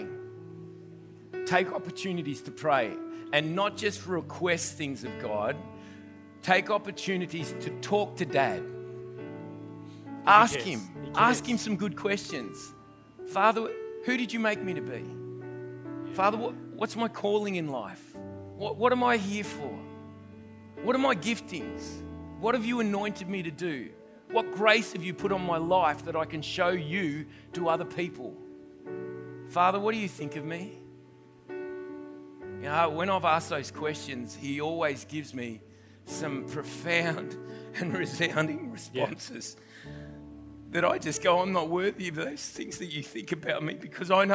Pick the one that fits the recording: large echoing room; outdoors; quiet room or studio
large echoing room